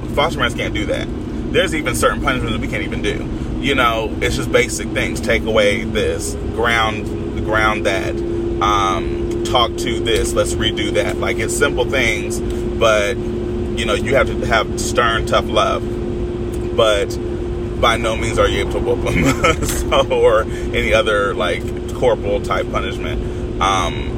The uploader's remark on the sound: This series is for when I’m on the go and have my most raw thoughts as I’m driving and thinking. Now I don’t have to apologize for the extra but I can say that this episode is clear and good.